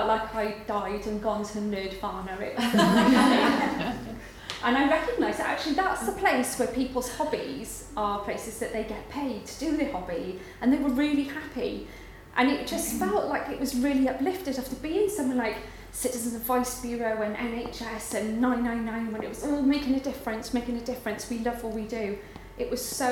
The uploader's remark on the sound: Recorded live at the 9% Event in Brighton.